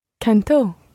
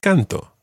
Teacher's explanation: Now, what's the thing that you've got to remember about the whole business of cantó and canté in the preterite tense? You've got to put the stress on the last syllable so that they're different from the present tense. · Shown in: first take · Exactly. Okay, and particularly looking at the he, she or it form, cantó, compared with the I form of the present tense, canto.